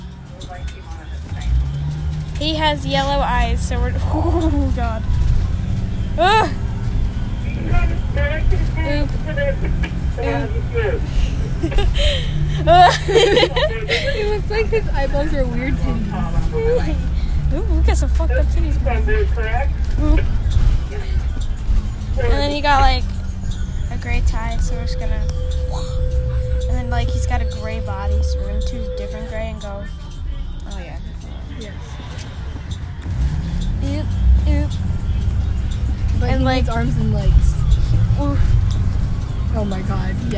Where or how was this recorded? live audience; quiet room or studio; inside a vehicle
inside a vehicle